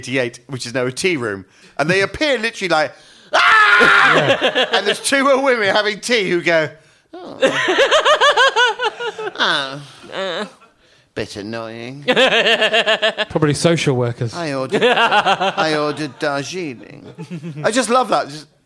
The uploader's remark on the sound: Live at The London Podcast Festival